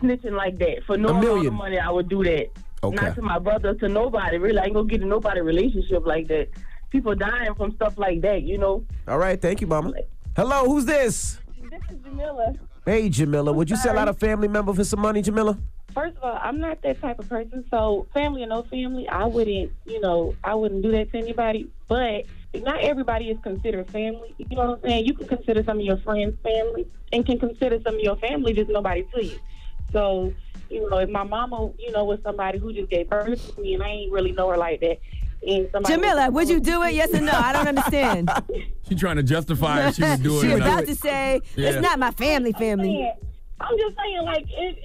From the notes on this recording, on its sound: We opened up the phone lines. We also opened up the phone lines for our listeners.